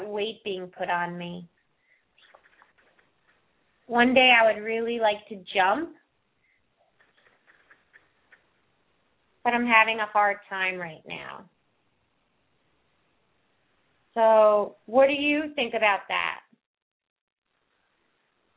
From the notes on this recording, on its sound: open up the lines for listeners to call